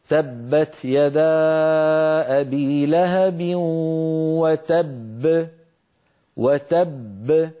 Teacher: الباء الأولى مدغمة والباء الثانية مقلقلة